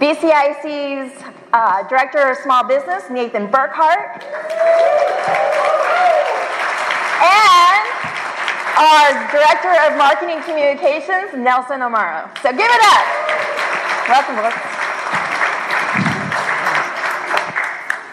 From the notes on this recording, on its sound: Here is an audio recording from the recent Demo Day.